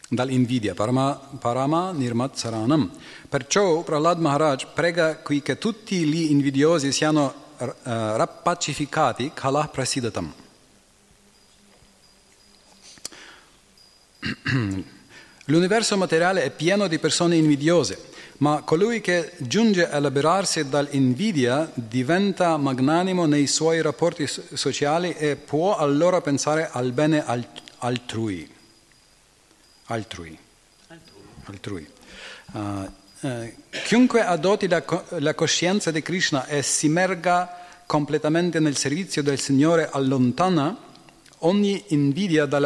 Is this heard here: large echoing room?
yes